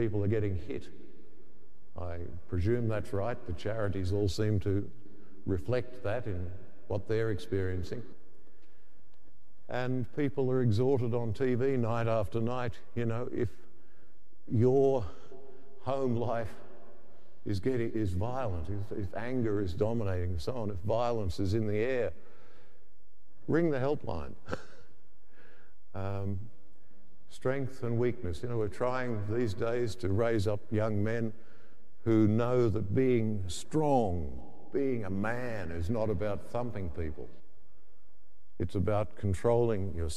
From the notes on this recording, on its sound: The homily from Sacred Heart Cathedral, Hamilton